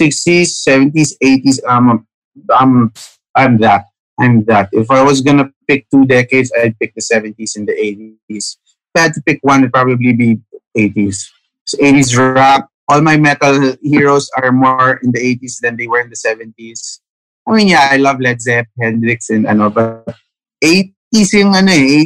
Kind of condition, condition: link, video call